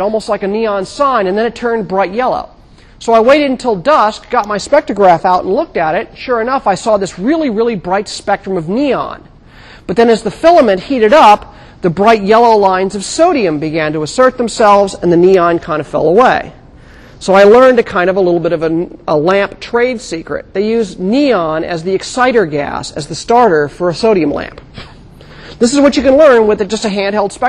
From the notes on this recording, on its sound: For podcast listeners, the last portion of the class is the demo, for which we do not unfortunately have the resources to videotape. In 1000 McPherson Lab on the Columbus campus of The Ohio State University.